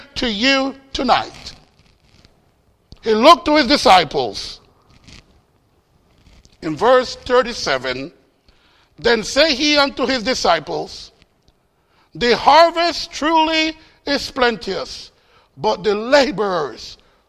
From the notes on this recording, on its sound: Faith Baptist Church in Hamilton, NJ.